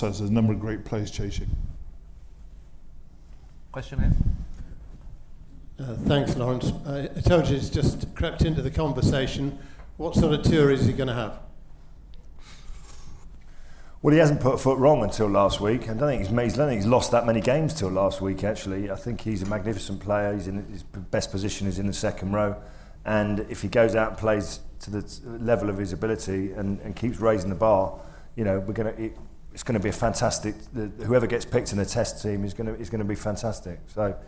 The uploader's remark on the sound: The Lions Live Preview Special. A live studio audience. The second part sees the panel field a range of challenge questions from the audience.